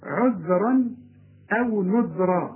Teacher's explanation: طلع لسانك في الذال الاولى والذال الثانية